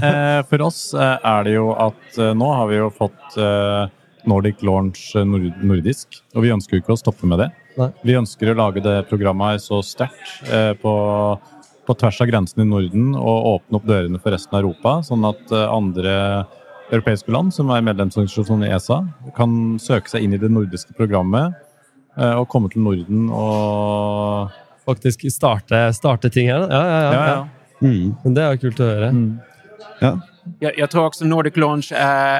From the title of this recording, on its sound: S4 EXPO LIVE